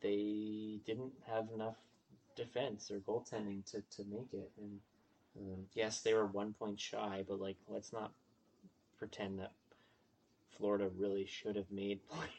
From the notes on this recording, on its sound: Technical difficulties episode